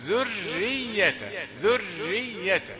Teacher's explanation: ذرية الراء رقيقة لأنها مشددة مكسورة فتحسب لها الكسر.